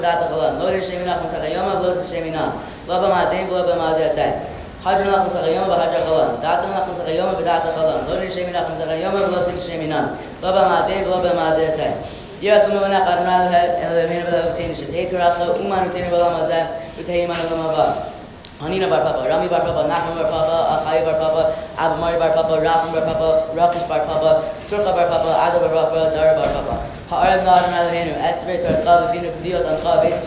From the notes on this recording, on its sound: Live from Camp Mesorah!